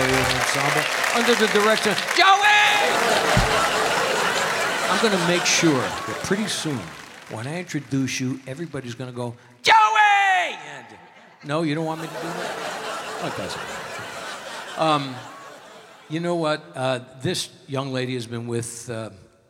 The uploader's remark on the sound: Live at the South Point Casino